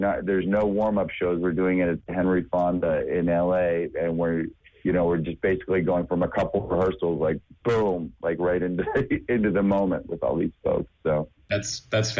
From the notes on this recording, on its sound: Calls into the show. The sexy, sultry voice of the automated conference call operator that made our interview possible!